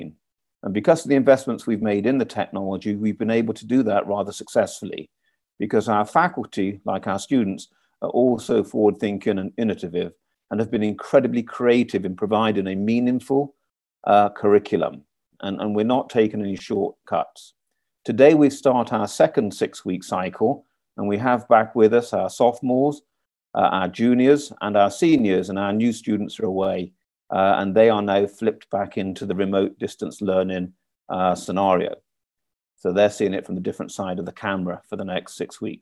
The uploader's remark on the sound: Audio excerpts from a recent virtual open house